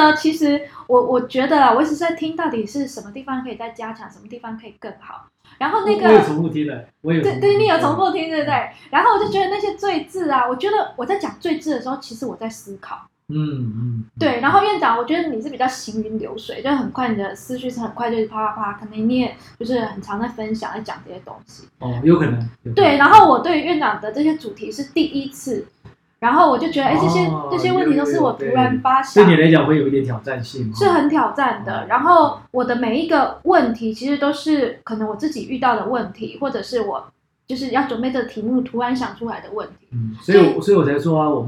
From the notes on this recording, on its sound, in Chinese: 這集錄音沒有設定好,但是有太多的精華又捨不得刪除,音質不太好,請大家見諒